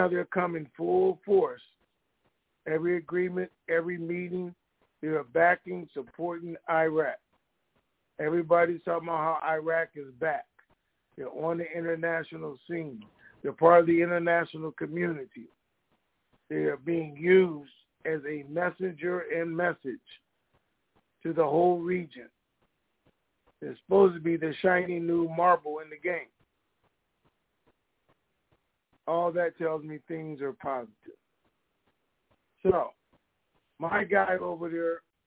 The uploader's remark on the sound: TNTSuperfantastic Conference Call